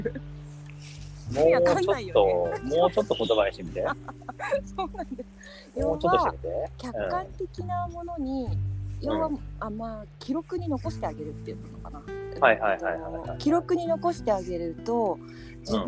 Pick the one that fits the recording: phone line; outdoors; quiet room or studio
outdoors